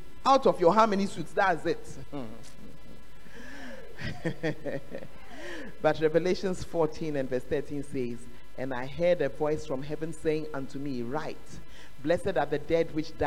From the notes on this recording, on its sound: Preached at the Tuesday Service